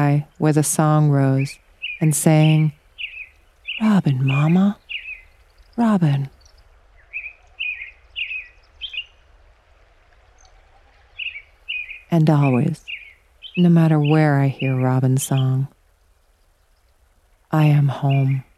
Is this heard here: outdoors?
yes